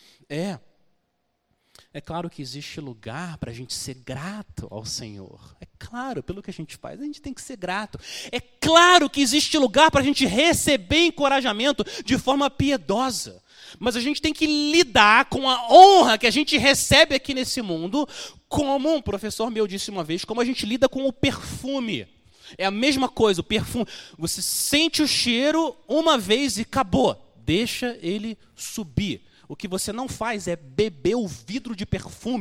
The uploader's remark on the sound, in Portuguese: Mensagem gravada na Igreja Batista Jardim Minesota